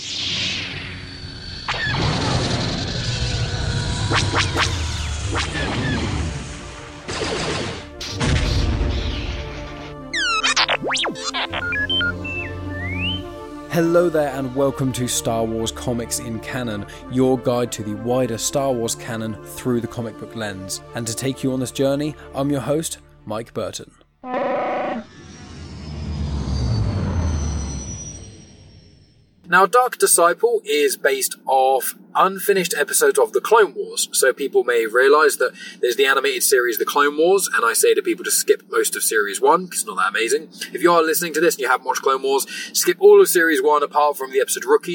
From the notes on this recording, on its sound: Please also note this was recorded in a car so the quality isn't the usual standard!